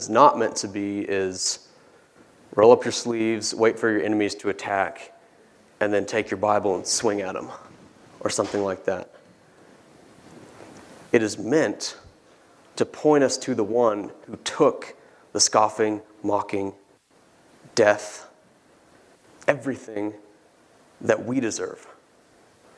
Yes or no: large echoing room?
yes